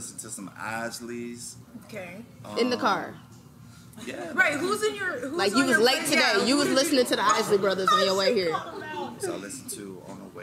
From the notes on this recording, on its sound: Venue: Bar 2200 - Houston, Texas